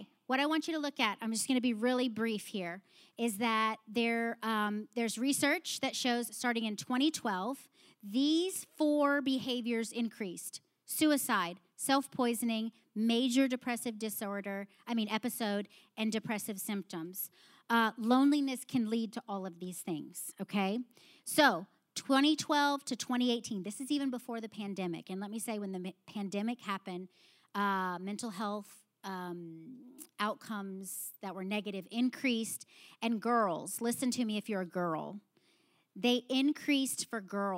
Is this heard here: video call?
no